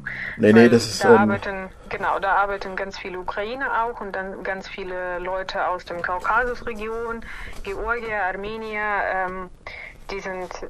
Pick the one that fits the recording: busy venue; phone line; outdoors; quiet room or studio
phone line